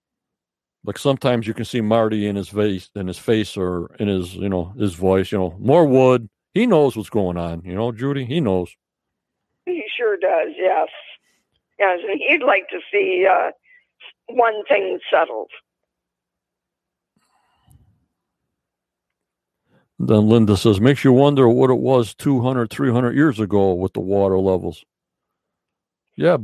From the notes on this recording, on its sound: From Canada on the Phone.